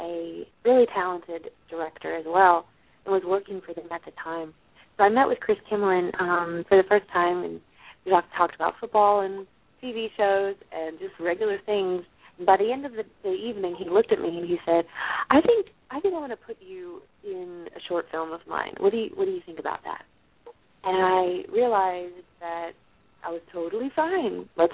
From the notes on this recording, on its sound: a live call in weekly radio show